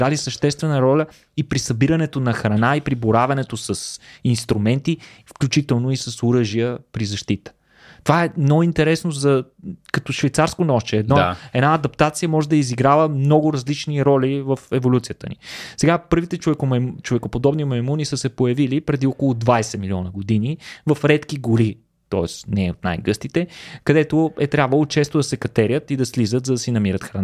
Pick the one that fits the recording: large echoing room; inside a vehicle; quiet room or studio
quiet room or studio